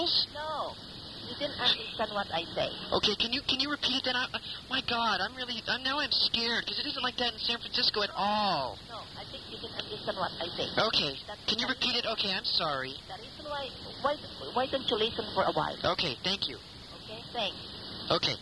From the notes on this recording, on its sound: …'s Personal Prank Phone Calls Collection.